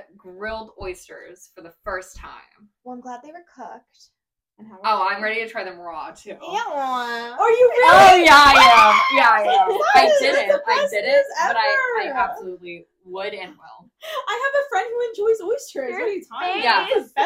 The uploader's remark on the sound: Sorry again for any bad audio, we are working hard to get things on track!